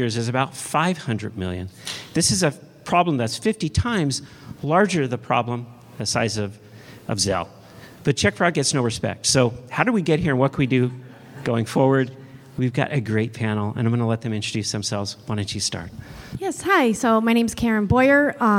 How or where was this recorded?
busy venue